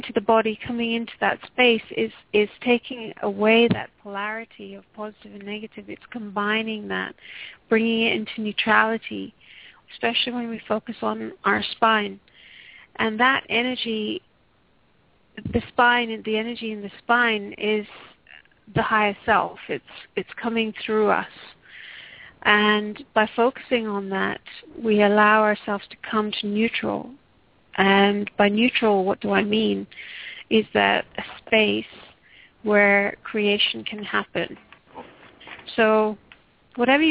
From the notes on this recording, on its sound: Takes your calls for healing live today!